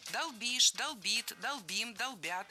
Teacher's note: Не долбим, а долбим. Ударение в этом глаголе всегда стоит за корнем.